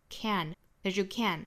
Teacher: Can 这个词虽然在句子里面一般是要做虚词弱读的，但是这个位置是在句尾，所以仍然是要做重读的哈